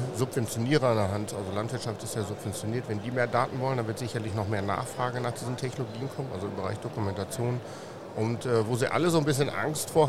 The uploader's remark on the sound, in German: Wir schnacken in dieser Folge live auf der Agritechnica in Hannover